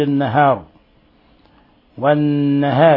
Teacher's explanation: تقليل النهار والنهار لأن الراء مكسورة فهذه تقلل